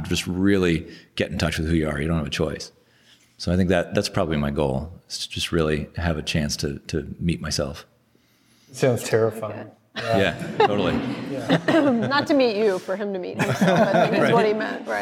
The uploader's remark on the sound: Live from CampFi Southeast. We did mini-interviews with a number of CampFi Southeast attendees.